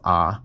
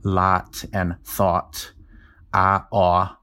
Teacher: the vowels in the words lot and thought for me are the same vowel · Shown in: first take · When I pronounce them, they're both ah. · Term: merger of lot and thought